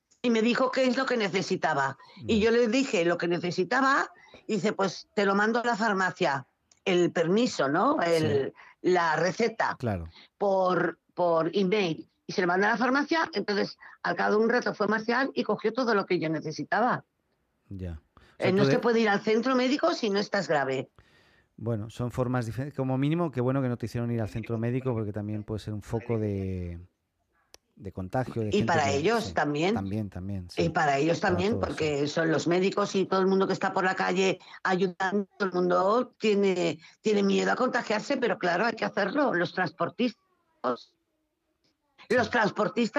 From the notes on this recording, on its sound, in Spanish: Desde Valencia, España. Conversamos por teléfono. Desde la ciudad de Valencia.